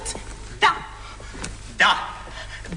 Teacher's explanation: La consonne D, par exemple, se prononce en donnant du bout de la langue au-dessus des dents d'en haut